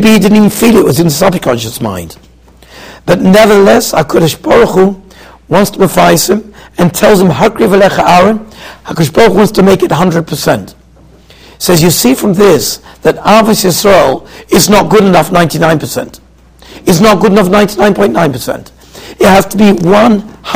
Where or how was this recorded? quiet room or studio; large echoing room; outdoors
large echoing room